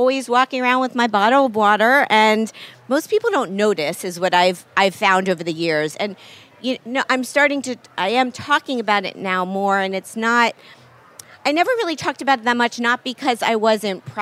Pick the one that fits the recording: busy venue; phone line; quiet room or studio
busy venue